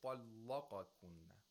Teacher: We had taghleel of the lam because the lam is preceded by a letter of isti'la, which is ta.